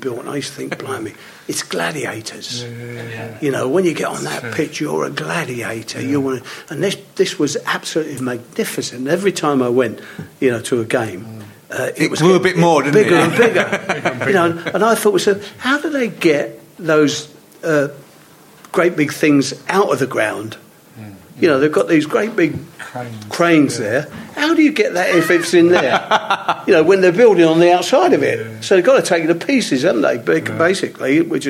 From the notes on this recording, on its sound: live for Spurs Show Season Ticket holders (and Plus One's) from The Albany on Great Portland Street!